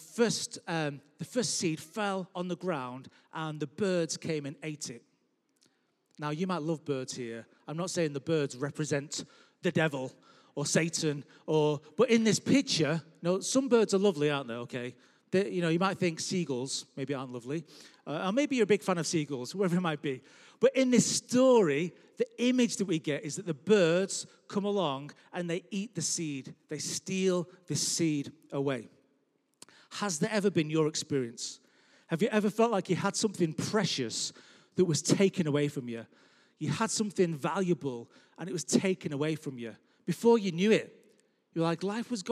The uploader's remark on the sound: Record live at Life Church Lancashire Sunday 20th June 2021.